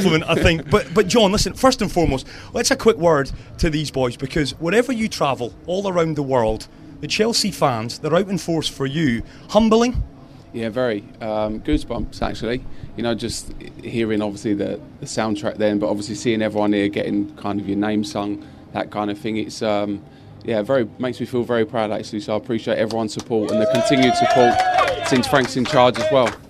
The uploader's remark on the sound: From our original home, Barasti